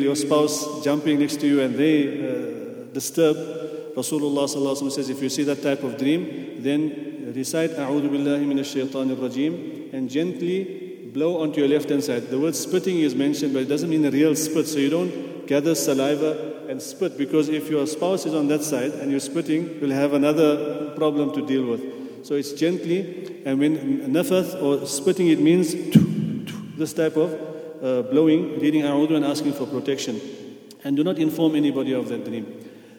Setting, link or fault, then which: setting, large echoing room